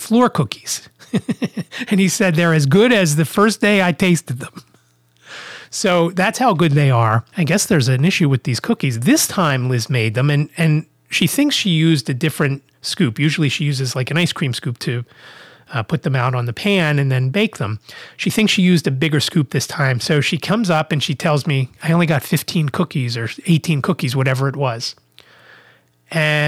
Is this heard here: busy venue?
no